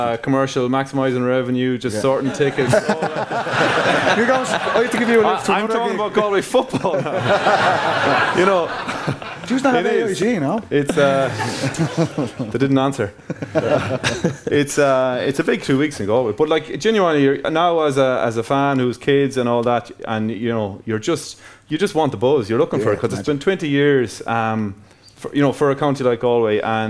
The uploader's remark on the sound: TFP LIVE in Dublin. Live in Kilmacud Crokes clubhouse.